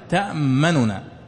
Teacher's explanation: كأنك تختلس ثلثي الحركة تأمننا. وأما الإشمام فهو ضم الشفتين عند النطق بالحرف هكذا ما لك لا تأمننا تأمننا. · Term: الروم